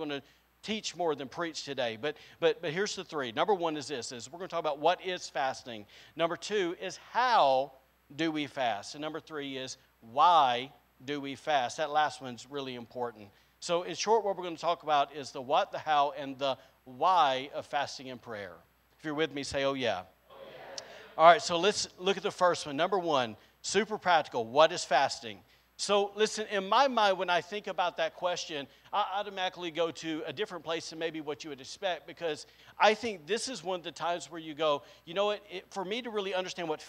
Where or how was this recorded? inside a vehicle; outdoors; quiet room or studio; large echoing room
large echoing room